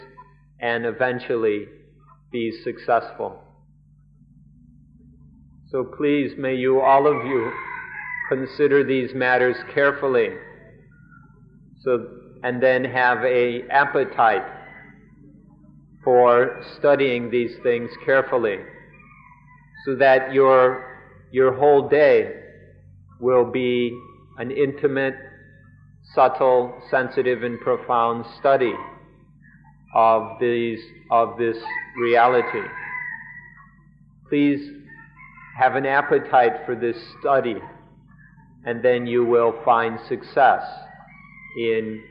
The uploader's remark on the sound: Gave regular lectures during the international retreats held at Suan Mokkh and then Suan Mokkh International.